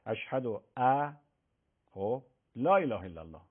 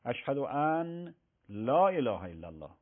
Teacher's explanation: درستش اینه اشهد و ان لا اله الا الله، نون خونده میشه ولی میاد تفکیکش میکنه از لام، یعنی به عبارت فنیش ادغام نمیکنه · Shown in: second take